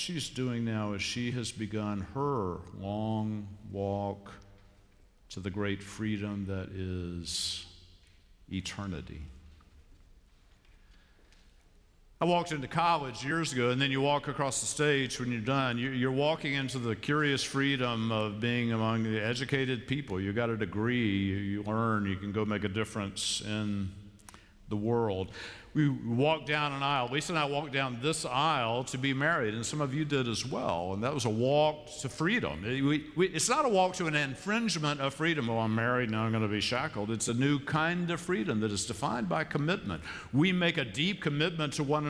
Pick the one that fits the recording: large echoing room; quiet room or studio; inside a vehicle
large echoing room